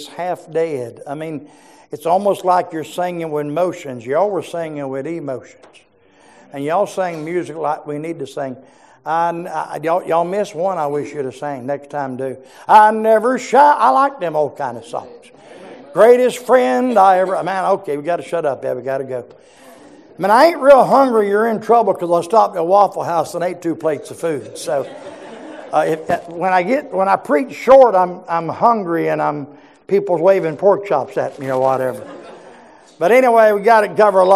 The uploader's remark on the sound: preached in our morning service